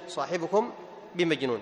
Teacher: طيب: وما صاحبكم بمجنون، إن الشاهد صاحبكم بمجنون، ميم ساكنة بعدها باء، فهنا تخفي، تخفي الميم الساكنة عند حرف الباء مع بقاء الغنة، وليس هنالك تشديد · Term: حكم الإخفاء